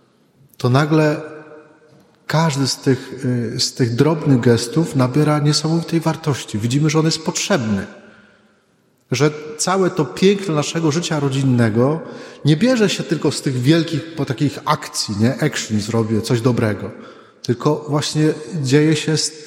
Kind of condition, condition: setting, large echoing room